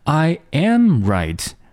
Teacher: 是一个啊和一之间的一个平滑的一个过渡